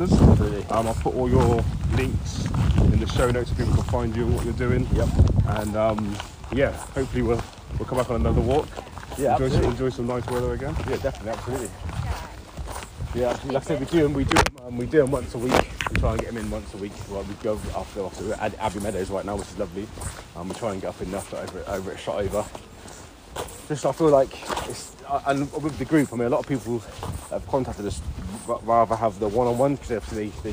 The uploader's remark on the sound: Walk It While We Talk It. Listen whilst we walk and talk.